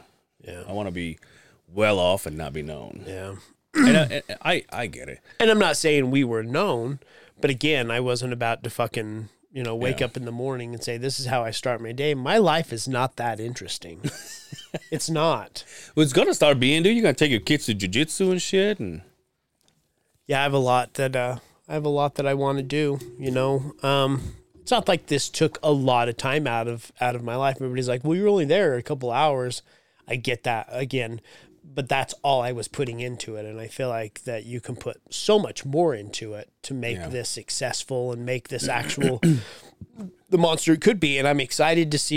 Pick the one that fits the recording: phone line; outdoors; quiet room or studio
quiet room or studio